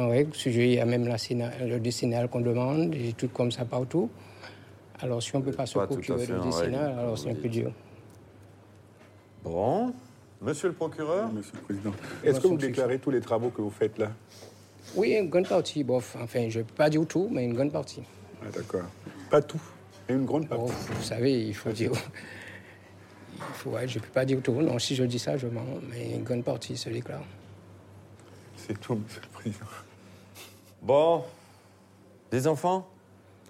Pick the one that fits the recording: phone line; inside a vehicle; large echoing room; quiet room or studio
large echoing room